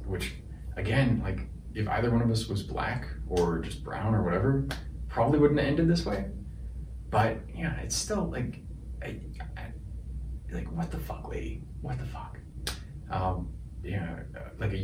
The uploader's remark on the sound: Apologies for the audio quality. Had more issues with my wireless mic.